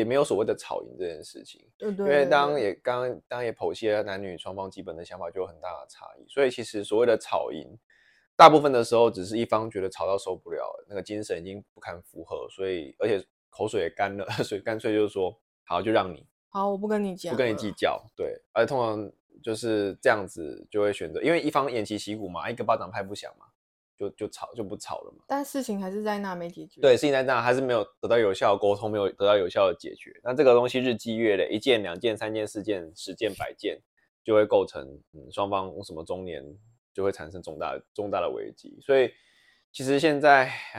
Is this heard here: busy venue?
no